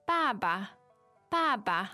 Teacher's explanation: baba is the fourth tone